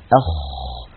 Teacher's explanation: فالخاء حرف حلقي يخرج من أدنى الحلق، يعني من أقرب منطقة من الحلق إلى ظاهر الشفتين.